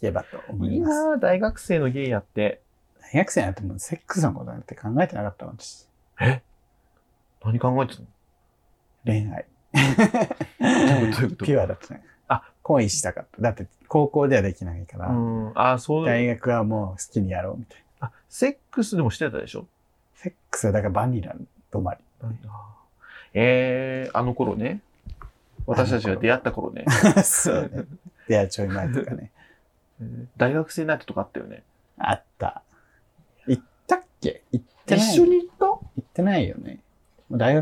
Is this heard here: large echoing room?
no